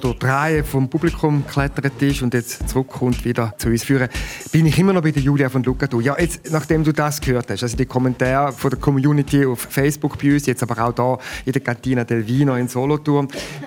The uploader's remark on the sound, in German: Diese an den Solothurner Literaturtagen aufgezeichnete «Zwei mit Buch»-Episode. Besucher der Solothurner Literaturtage.